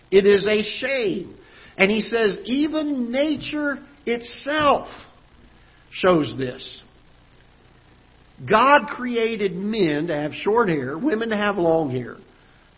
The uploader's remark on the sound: Ketha Heights Baptist Church ~ Live Broadcast